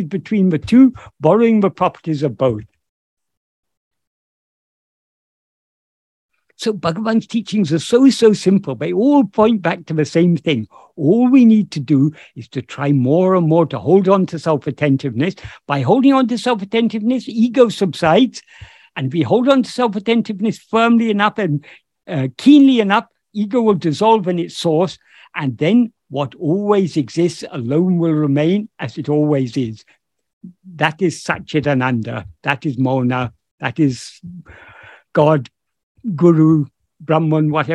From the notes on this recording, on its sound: In a Zoom meeting of the ‘Ramana Maharshi Foundation UK’ on 20th August 2022. This second portion of the meeting is posted here as this episode.